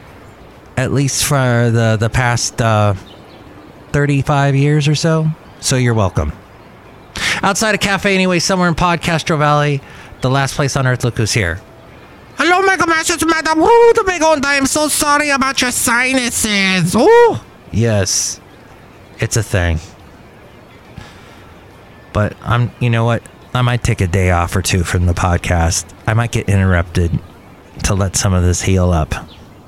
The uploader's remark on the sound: podcasts live from Cafe Anyway